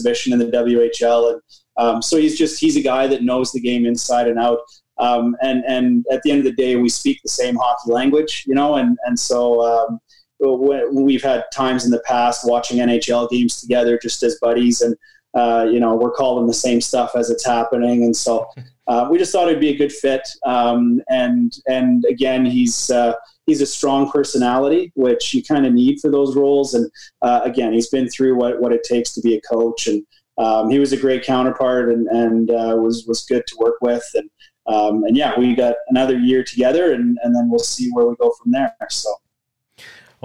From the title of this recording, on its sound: Zoom Chats